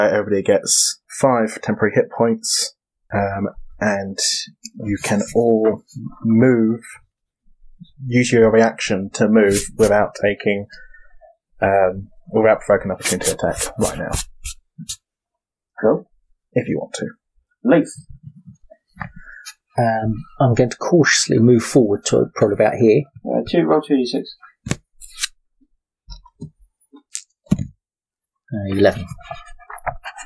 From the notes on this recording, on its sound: Sorry about the crazy audio. Unfortunately our recording of this episode did not go well. Apologies for the quality of the audio, we corrected as much as possible but also have the original audio behind it at just after the 27 th minute.